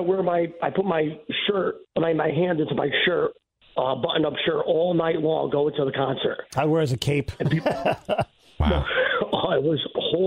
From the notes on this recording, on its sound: Was on the phone to help the Tribe with their last-second tax questions.